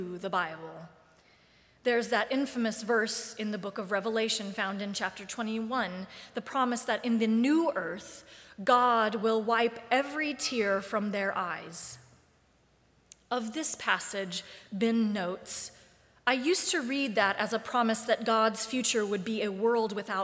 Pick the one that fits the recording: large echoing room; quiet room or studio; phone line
large echoing room